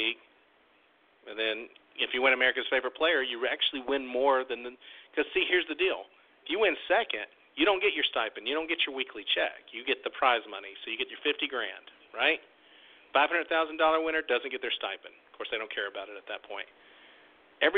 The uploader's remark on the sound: Tonight we open the phone lines for YOU